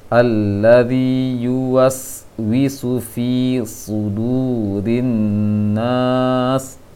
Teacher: alladhi yuwaswisu, wi-nya terpanjangkan, seharusnya pendek. Alladhi yuwaswisu fi sudurin nas.